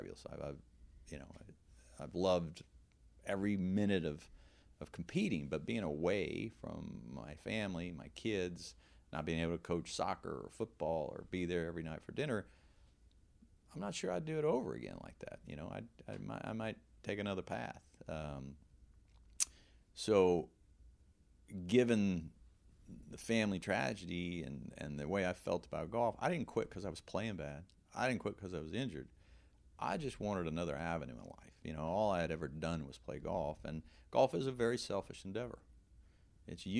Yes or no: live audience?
no